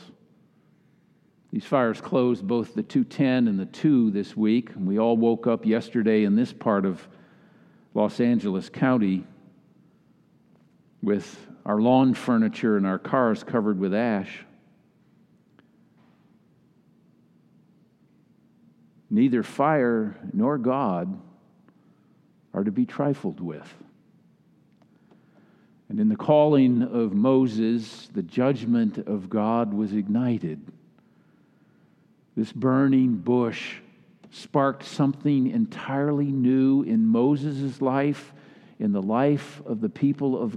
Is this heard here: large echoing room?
yes